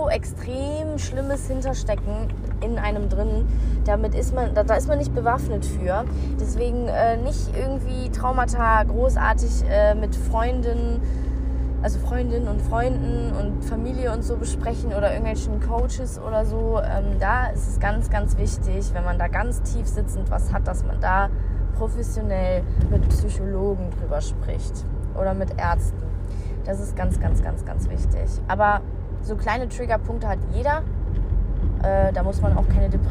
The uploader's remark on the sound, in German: Ich hab das Ganze beim Autofahren aufgenommen, deswegen entschuldigt die Qualität !